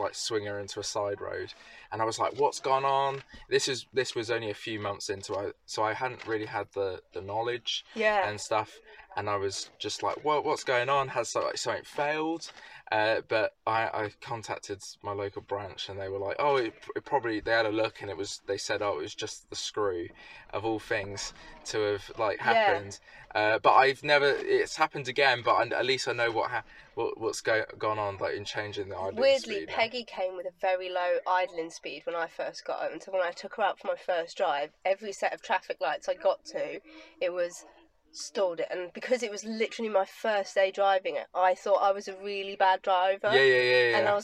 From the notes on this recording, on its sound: all recorded from my 1968 Morris Minor, Peggy